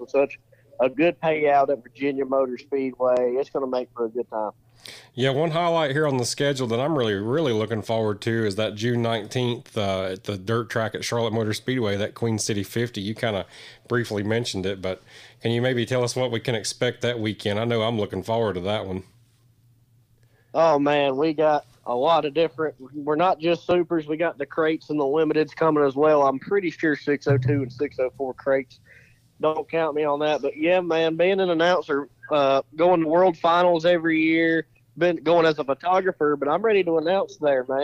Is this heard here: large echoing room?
no